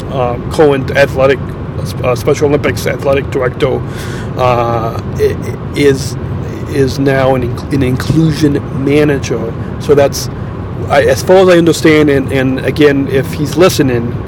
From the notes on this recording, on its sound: Are on a road trip home from Iowa, Recorded LIVE on a Western Iowa Interstate.